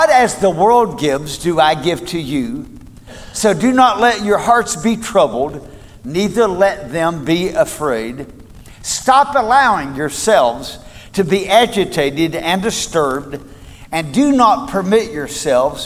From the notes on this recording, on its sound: Recorded at Cornerstone Church